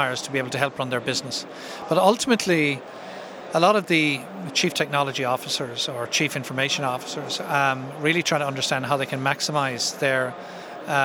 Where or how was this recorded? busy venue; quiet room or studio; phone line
busy venue